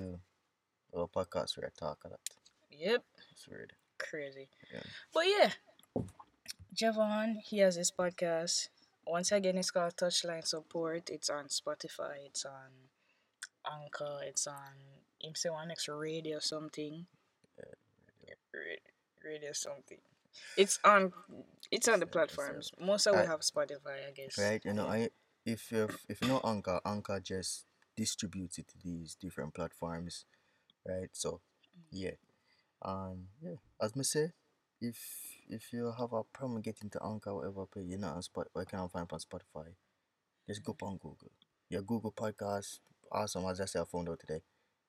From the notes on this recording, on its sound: We recorded this episode in my mom’s car